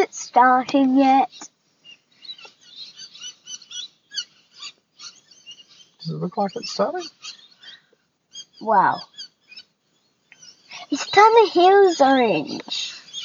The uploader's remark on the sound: The sound isn't great because we're sitting in Daddy's car, and the birds get very loud about half way in.